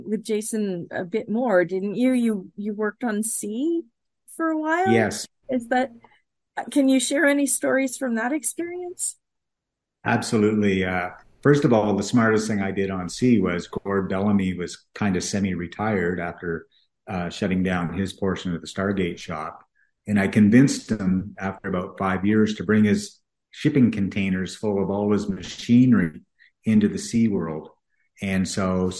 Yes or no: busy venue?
no